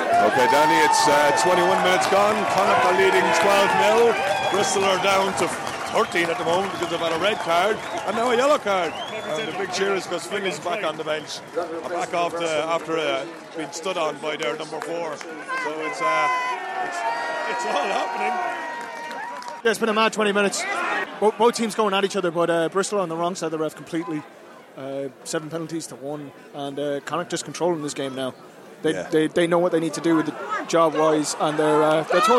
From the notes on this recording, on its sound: in the post match press conference